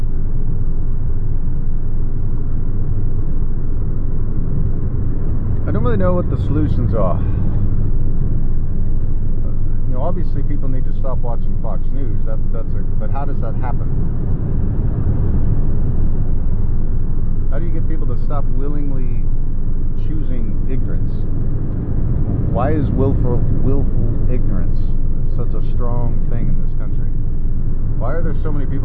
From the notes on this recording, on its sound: Sorry about audio. Wind from driving.